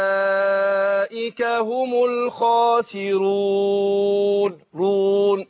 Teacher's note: الواو اللي هي المحركة العادية بتخرج من الشفتين